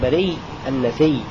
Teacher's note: بريء والنسيء ذري ففي هذه الكلمة وما مثلها ثلاثة أوجه الأول إبدال الهمزة ياء ثم أدغام الياء الأولى في الثانية مع الإسكان · Term: إدغام